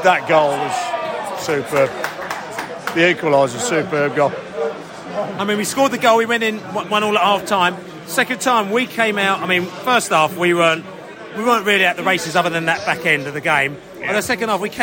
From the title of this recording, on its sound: post-match podcast from the stands